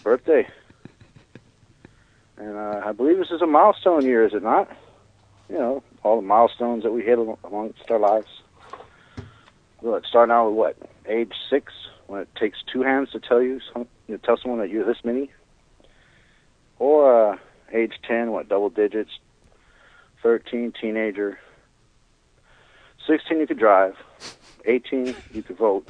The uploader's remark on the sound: Phone calls.